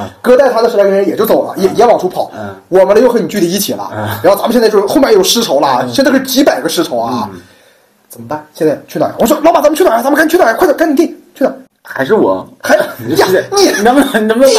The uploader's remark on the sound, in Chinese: 第二就是音质。（贫穷限制了我们音质。）。音量适度调节。